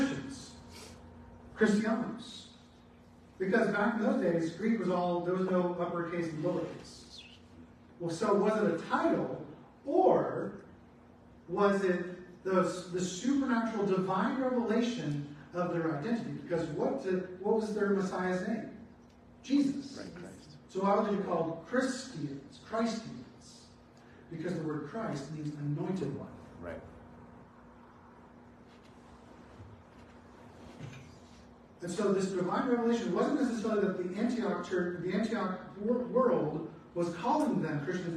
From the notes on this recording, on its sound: Apologies on the bad audio quality